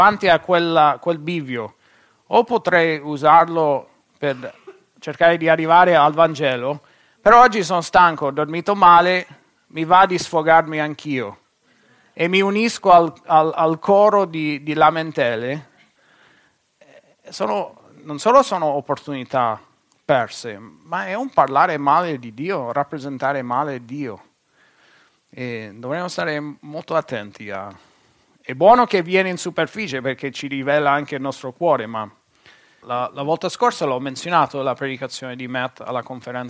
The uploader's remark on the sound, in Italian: Registrato presso il Centro Evangelico Battista di Perugia. Per motivi tecnici, gli interventi non vengono inclusi nella registrazione.